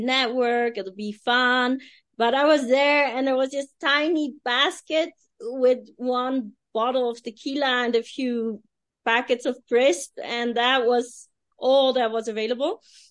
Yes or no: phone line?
no